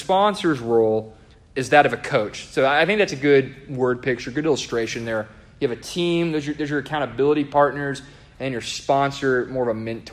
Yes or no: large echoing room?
yes